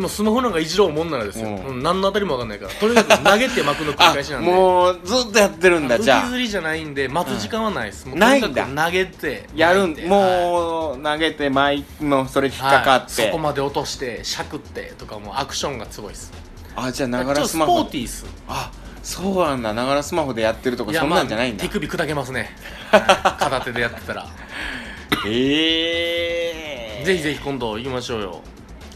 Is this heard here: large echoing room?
no